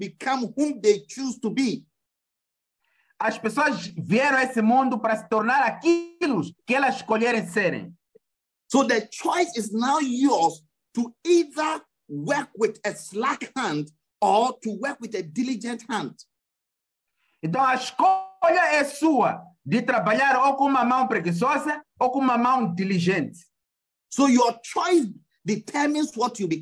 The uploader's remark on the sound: Wisdom Encounter Midweek Zoom Service - City Church